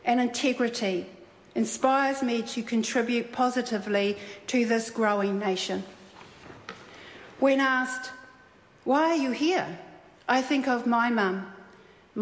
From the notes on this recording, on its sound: delivered her maiden speech in Parliament on June 12, 2013